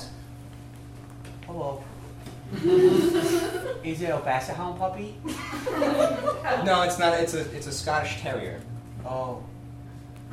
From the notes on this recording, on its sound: Pity Applause performs live improv comedy every other Friday in Brooklyn, NY!